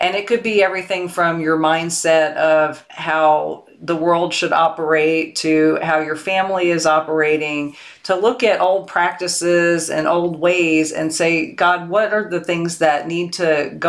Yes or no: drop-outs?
no